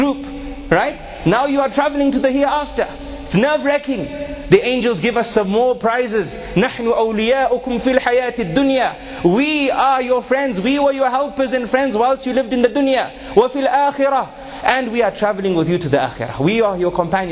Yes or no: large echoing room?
yes